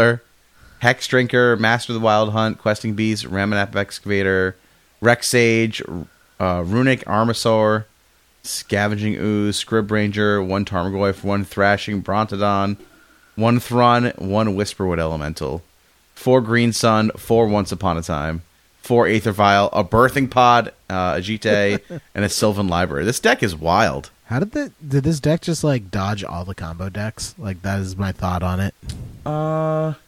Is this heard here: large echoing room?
no